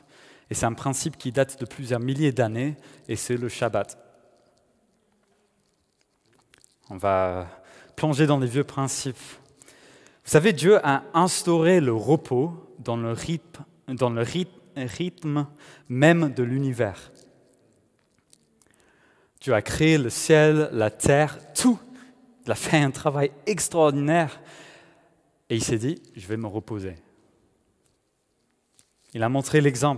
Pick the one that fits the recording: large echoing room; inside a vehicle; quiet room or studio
large echoing room